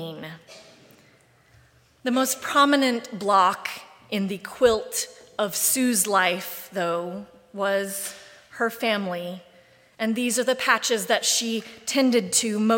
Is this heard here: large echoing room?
yes